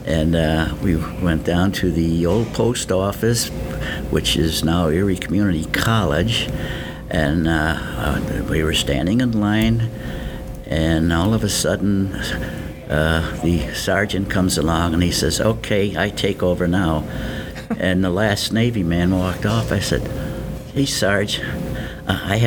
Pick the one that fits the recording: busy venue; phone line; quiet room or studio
busy venue